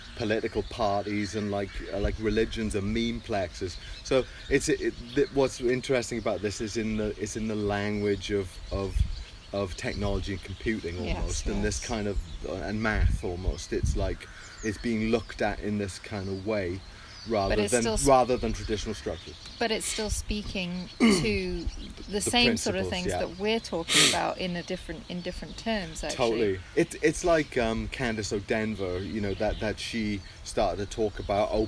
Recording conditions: sounds in the background